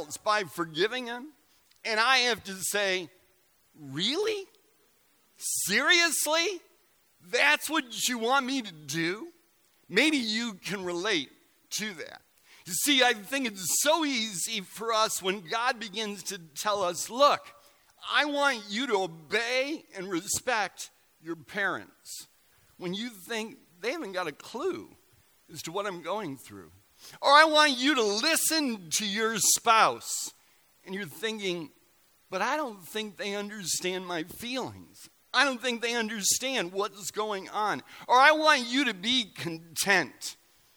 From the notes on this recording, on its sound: Recorded November 11, 2017 at Central: A Christ-Centered Church, Ewing, NJ.